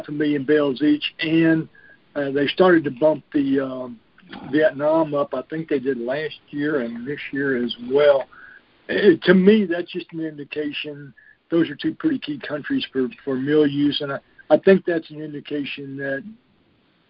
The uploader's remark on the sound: July 2021 Monthly Conference Call